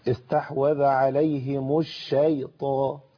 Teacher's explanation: الطاء هنا مفتوحة وبعديها ألف يعني في أعلى مراتب التفخيم تمام الحرف ده بياخد معاه الشين غصب عن الواحد فيقول الشاي